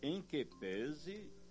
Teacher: Use corretamente essa expressão, sem esquecer a pronúncia fechada de pese · Term: timbre fechado